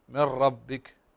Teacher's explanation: إدغام بغير غنة اللام والراء